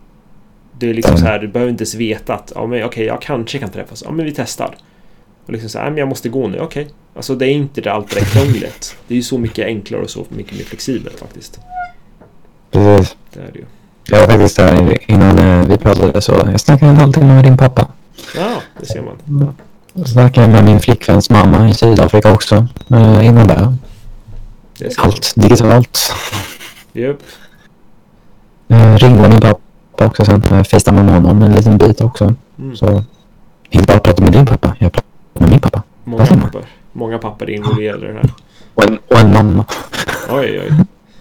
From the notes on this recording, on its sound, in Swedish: Detta blev ena avsnittet som blev för dålig ljud kvalite för att släppa som vanligt avsnitt